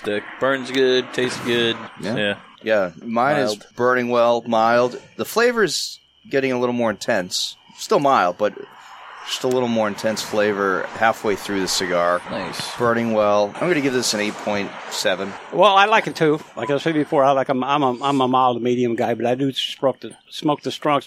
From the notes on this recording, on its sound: The Tobacco Shack Side Patio; Rowley, MA. We descend on the Tobacco Shack unannounced and set up outside in the patio area on a fine summer evening. It’s a small group recording as many Hacks are on vacation or in disrepair.